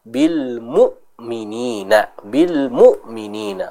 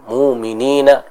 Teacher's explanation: ingat di sana ada hamzah yang sukun. Maka hamzah yang sukun harus ditegaskan bacaannya. · Shown in: first take